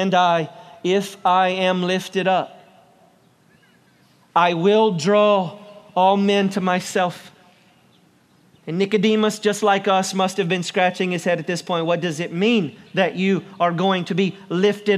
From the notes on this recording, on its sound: preaches for Easter on the Covington Square